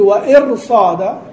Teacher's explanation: قلت وإرصادا، الكسر موجود حتى في الوصل، لكن الذي منع أن ترقق الراء أنها اعتدت بما بعدها من حرف الاستعلاء، حرف الاستعلاء اللي بعدها قواها ففخمت.